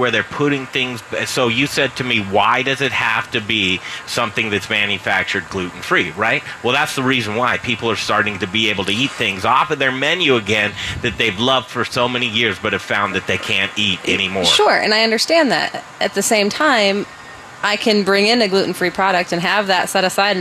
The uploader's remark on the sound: Live from the Crafty Fox Tap House and Pizzeria. We thought it would be fun to celebrate with a remote broadcast!